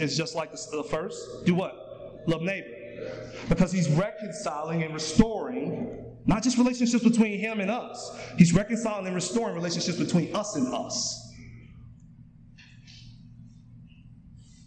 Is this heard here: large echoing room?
yes